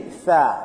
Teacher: So it should be tha. The tongue is out.